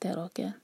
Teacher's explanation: تا لائٹ را ہیوی